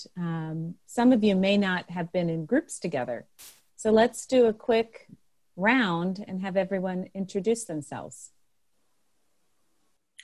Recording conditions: video call